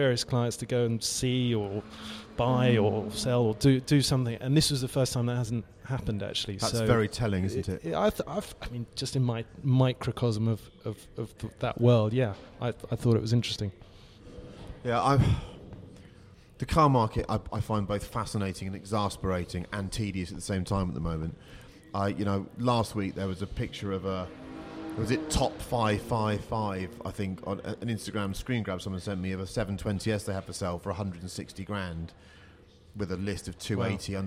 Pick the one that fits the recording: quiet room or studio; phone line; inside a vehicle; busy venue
busy venue